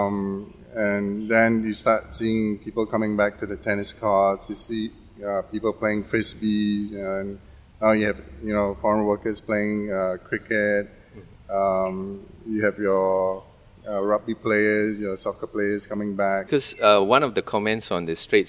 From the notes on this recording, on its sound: in this recording at Farrer Park itself